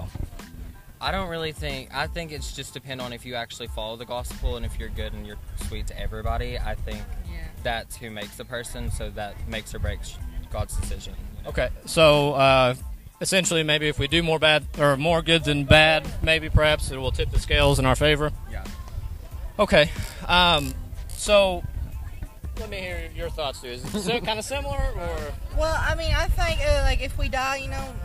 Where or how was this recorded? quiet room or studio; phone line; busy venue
busy venue